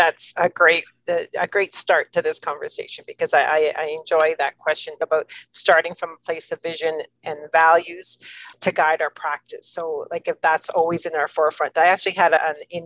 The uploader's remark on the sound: This conversation was taken from a live virtual event, and some parts have been edited to make your listening experience more comfortable.